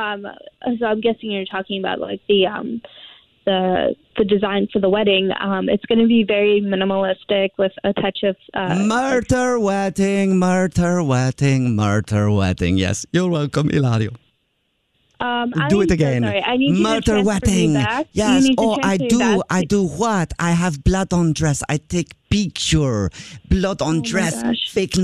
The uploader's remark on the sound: Phone Prank.